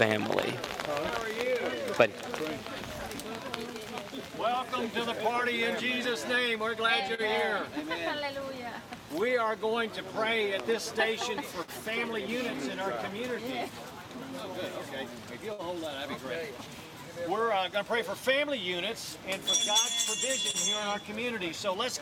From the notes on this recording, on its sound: Follow The Son Radio proudly presents the live broadcast of this year's "Prayer on the Square" in celebration of the annual National Day of Prayer events.